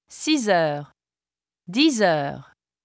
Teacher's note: Before a vowel sound, it is pronounced as Z.